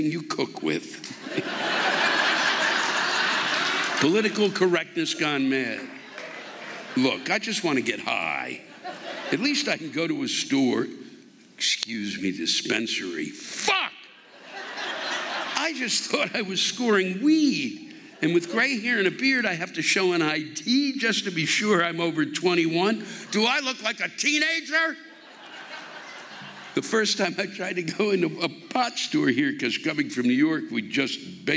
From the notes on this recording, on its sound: The live rants come from the shows at the Bear River Casino in Loleta and the Redding Civic Auditorium in Redding